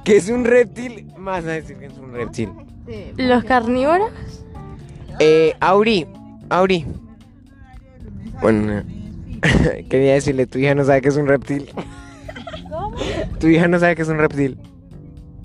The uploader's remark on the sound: Mi familia y yo acompañados de la mejor amiga de mi hermana vamos al zoo y en camino a casa en el auto grabamos este cool y gracioso podcast.